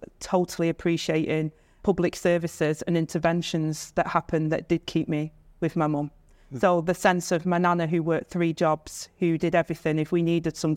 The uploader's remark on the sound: A live event hosted by The Global Institute for Women's Leadership at King's College London. In this episode, you'll hear that conversation, recorded live from the event.